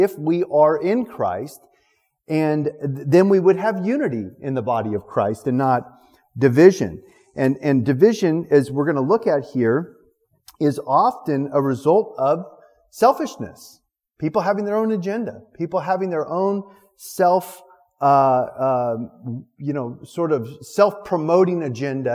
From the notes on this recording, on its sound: Recorded November 7th, 2019 at our Thursday evening service. City on a Hill Church.